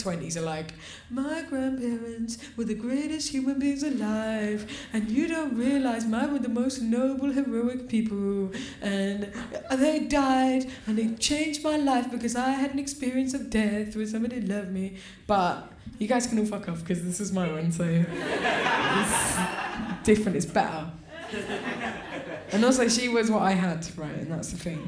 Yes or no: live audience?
yes